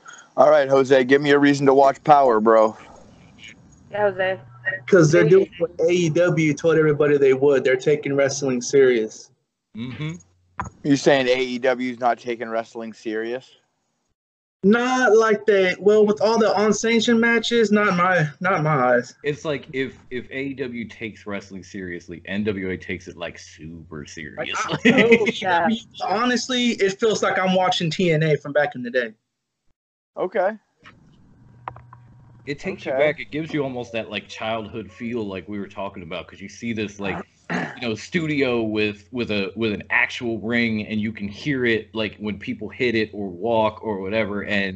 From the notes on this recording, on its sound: 4 Admins from a FB group decided to hop on Skype.